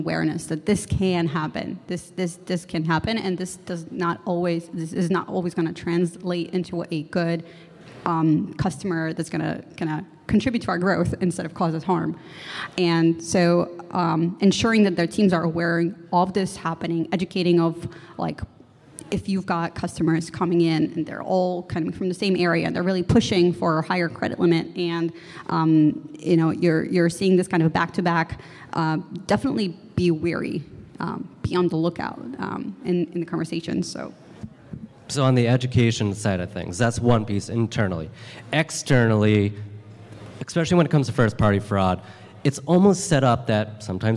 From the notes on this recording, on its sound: This recording is from Fintech Nexus USA held at the Javits Center in New York City. From the Fraud Fight Club Track, sponsored by Mastercard.